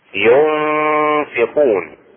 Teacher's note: اخفاء النون الساكنة مع الفاء